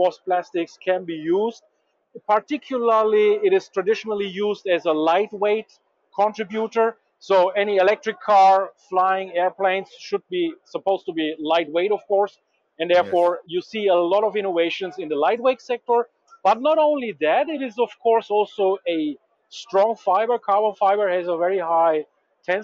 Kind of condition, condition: setting, busy venue